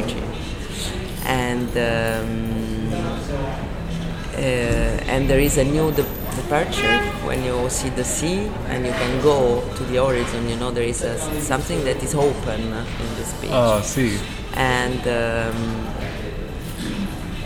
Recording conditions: busy venue